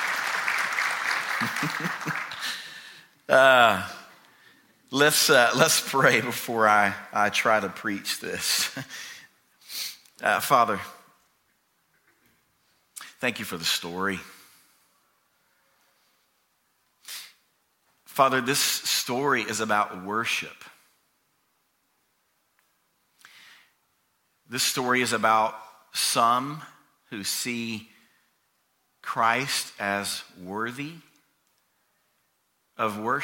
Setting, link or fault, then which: setting, large echoing room